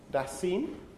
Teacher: the plosive actually becomes a fricative · Term: manner of articulation assimilation